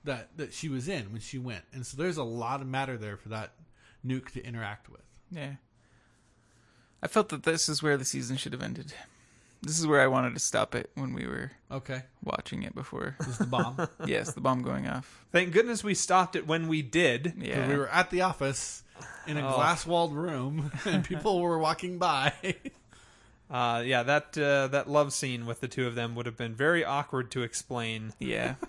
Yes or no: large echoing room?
no